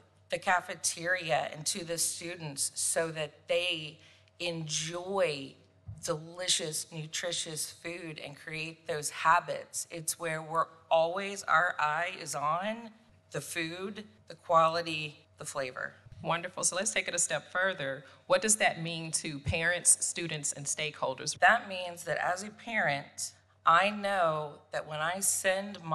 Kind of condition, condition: setting, busy venue